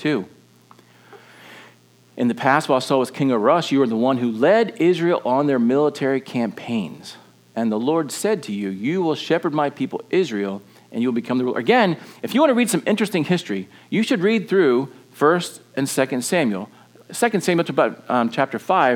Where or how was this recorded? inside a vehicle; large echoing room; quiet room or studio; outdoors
large echoing room